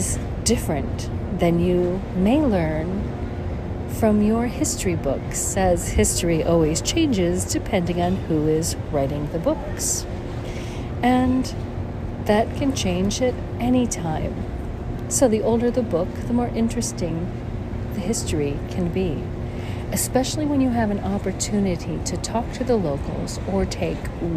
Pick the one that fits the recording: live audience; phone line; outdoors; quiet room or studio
outdoors